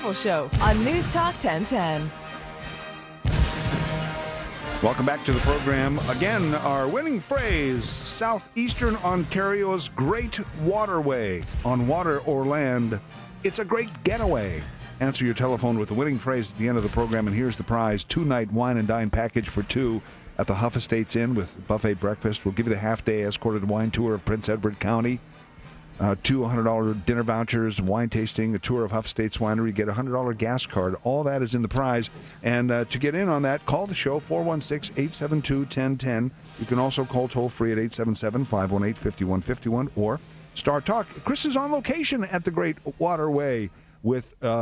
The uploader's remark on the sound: Broadcasting on location from the Discovery Centre at Fort Henry. South Eastern Ontario.